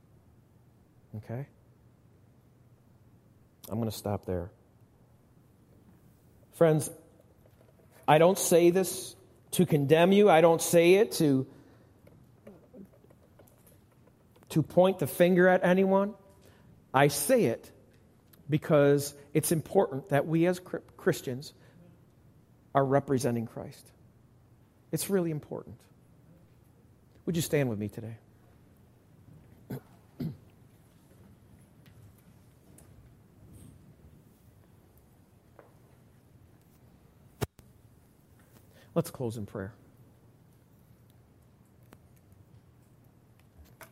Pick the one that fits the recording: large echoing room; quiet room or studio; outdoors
large echoing room